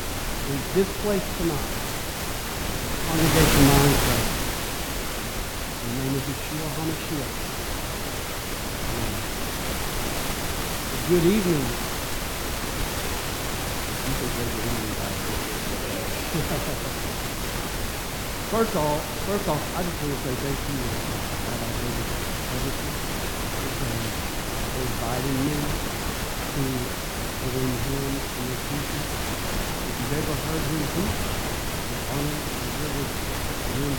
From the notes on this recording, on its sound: We apologize for the static in the recording at the beginning, it goes away after the first five mintues or so.